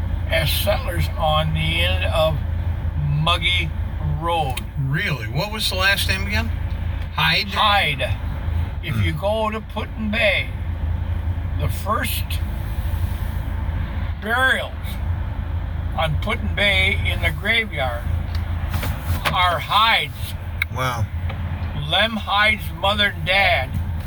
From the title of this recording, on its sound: Catawba Island Driving Tour